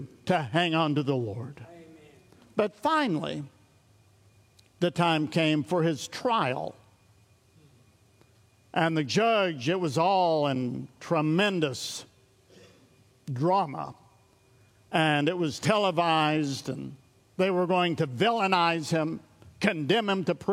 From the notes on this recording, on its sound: recorded at Sunnylane Family Church in Oklahoma